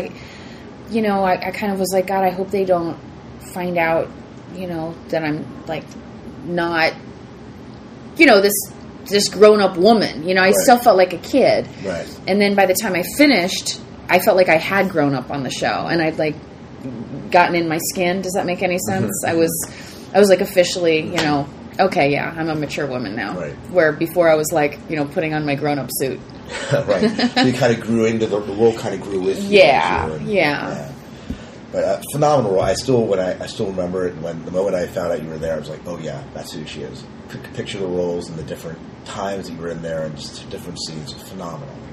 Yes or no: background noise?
yes